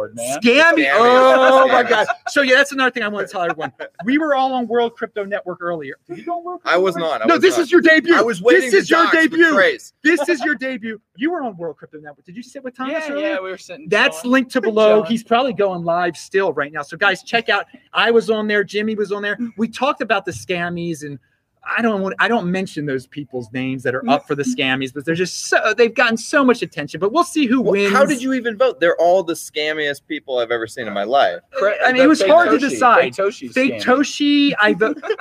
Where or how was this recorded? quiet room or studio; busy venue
busy venue